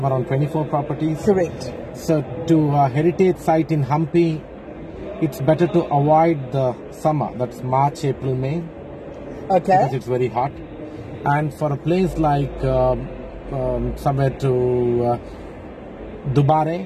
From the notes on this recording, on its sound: at the World Travel Market Africa, in Cape Town early in April 2023